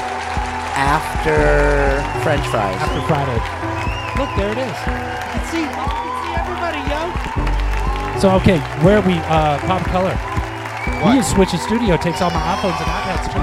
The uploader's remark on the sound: Filmed in front of a live Studio Audience.